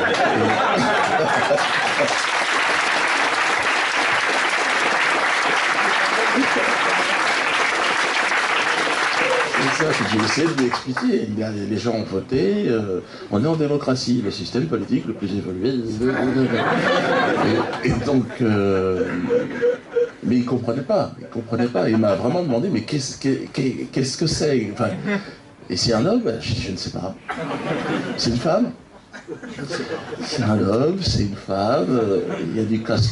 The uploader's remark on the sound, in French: Une conférence commune au théâtre de la Main d’Or à Paris, dans le cadre de la journée « Je ne suis pas Charlie ». ERTV et Quenel+ étaient sur place !